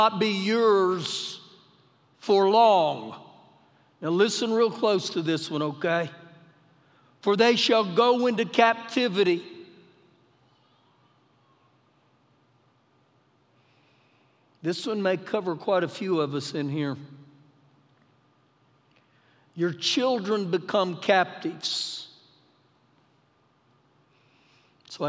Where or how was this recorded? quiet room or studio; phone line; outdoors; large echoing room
large echoing room